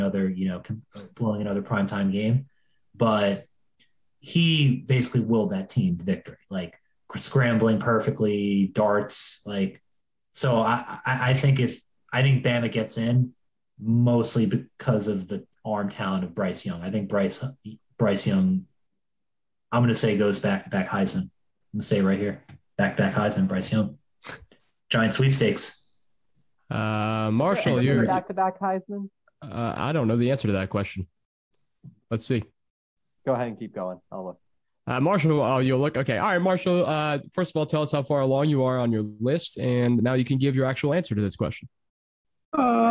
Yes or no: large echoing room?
no